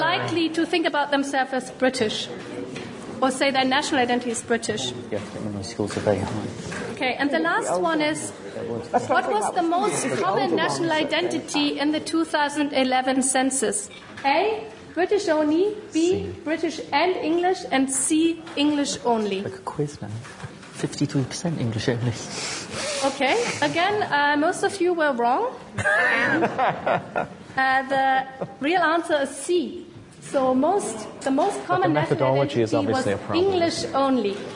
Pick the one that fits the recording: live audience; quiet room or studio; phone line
live audience